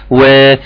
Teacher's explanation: هتترفع منك وتطلع وا، وهتقول وضحها، وا وضحها، ولكن الواو حرف مرقق فتقول وا